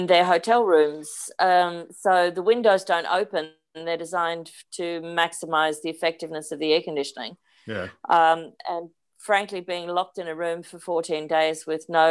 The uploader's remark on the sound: This interview was recorded on 29th January 2021 via Zoom.